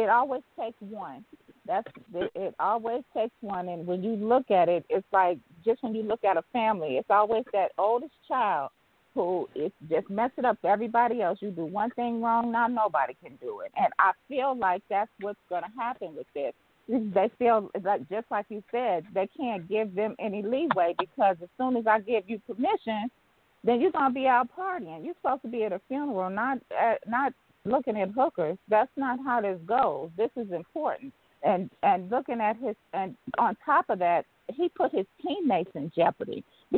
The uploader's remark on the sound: your phone calls